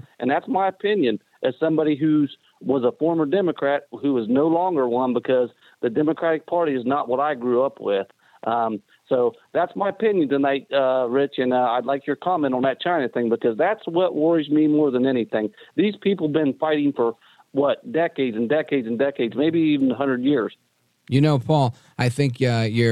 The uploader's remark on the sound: we take your calls in open phones across America